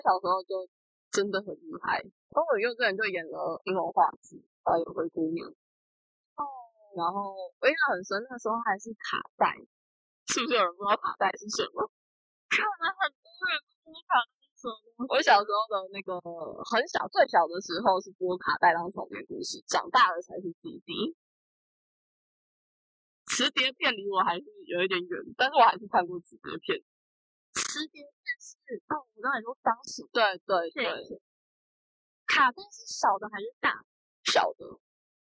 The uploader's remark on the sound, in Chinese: 因為在室外錄音，聲音有點爆，建議開小聲一點